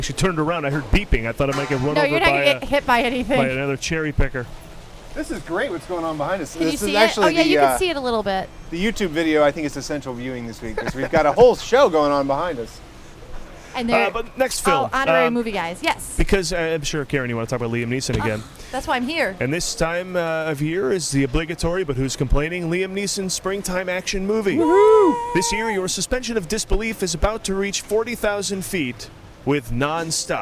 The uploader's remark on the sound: LIVE FROM THE OSCARS RED CARPET